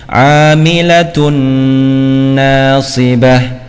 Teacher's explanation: Amilatun tun dhummatain bertemu dengan nun, maka nun ini seolah-olah ada tasdidnya. Amilatun nasibah dengan dengung, ya. · Term: Idgham bi gunnah